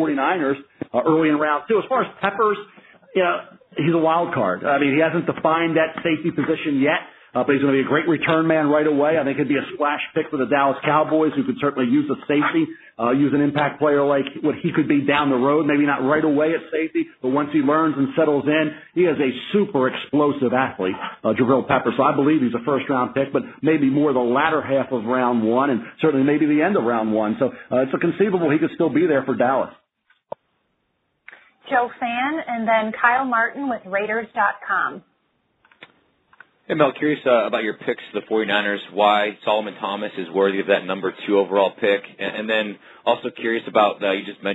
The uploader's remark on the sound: NFL Draft Conference Call. In a conference call.